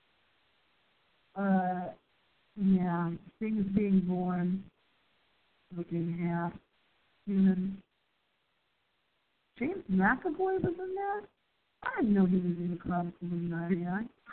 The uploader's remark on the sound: we do a test show to test our phone audio quality